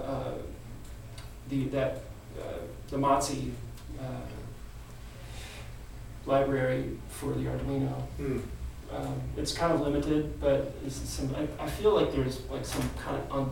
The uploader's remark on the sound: LIVE FROM PATCHWERKS